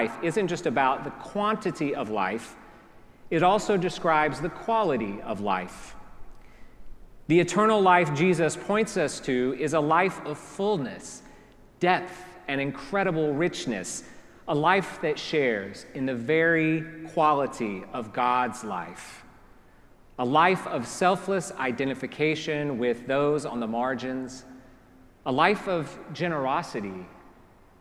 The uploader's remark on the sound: Preached at our celebration of the Holy Eucharist on the Fifth Sunday after Pentecost.